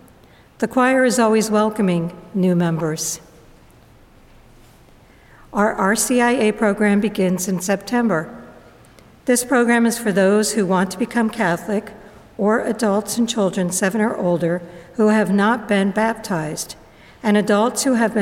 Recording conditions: large echoing room